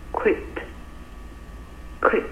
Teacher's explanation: 我们这个 q u i t 啊，它发的是一个 k 一个 w 的一个音，大家可以看一下音标啊，quit，quit，啊，当然核心注意就我们今天的这个 quit，OK，nextone，quit。下面的一个 guilty，guilty，好，eguilty，guilty，大家发现了一点点什么吗？guilty，guilty，还是我们这个 t，好，大家圈起来啊。昨天呢，给大家讲了一条规则，就是当 t 呢处在两个元音之间啊，这个 t 呢。我建议我们某位同学啊做这个笔记，要变成一个